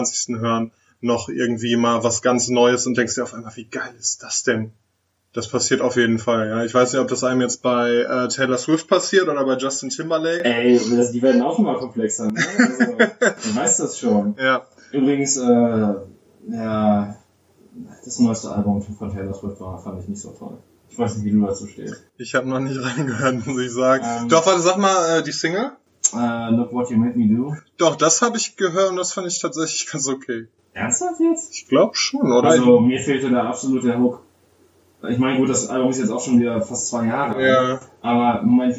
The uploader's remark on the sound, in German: technische Schwierigkeiten führten dazu, dass die Audioqualität durchaus Luft nach oben lässt